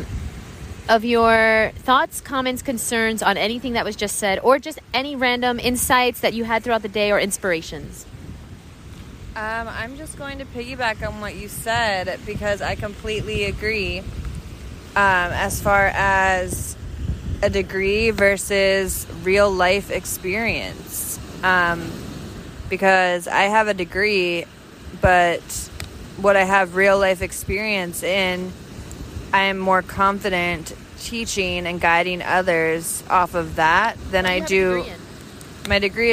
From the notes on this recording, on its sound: Sorry for the terrible audio quality we recorded this while eating dinner at the beach